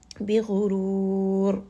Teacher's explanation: ghain here is going to be heavy. And then ra in this case is going to be heavy as well. So here we have a heavy letter ghain.